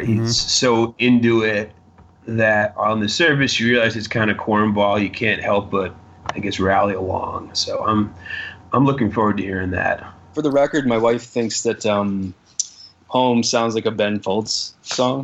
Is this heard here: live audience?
no